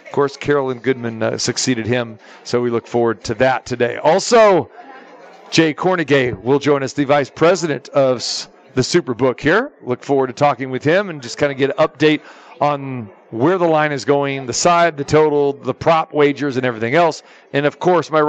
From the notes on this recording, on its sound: Live from the Superbook - Super Bowl Festivities.